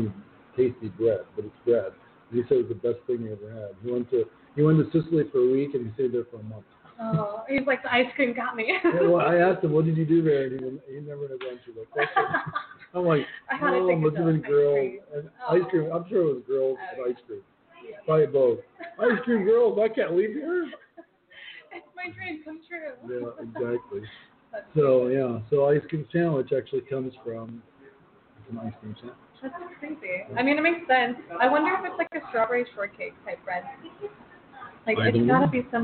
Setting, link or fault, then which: setting, busy venue